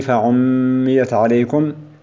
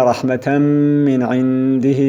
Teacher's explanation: فإذا قرأت مثلا: وآتاني رحمة من عنده فعميت عليكم، فزمن غنة إخفاء النون عند الدال وبيانها أقل من زمن إضغام غنة التنوين وبيانها في الميم من رحمة من عنده. وغنة الإضغام في ميم فعميت أكثر بيانا منها في رحمة من عنده